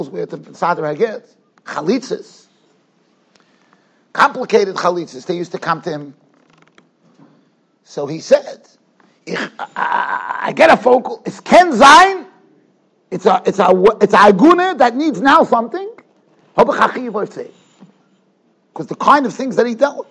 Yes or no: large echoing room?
yes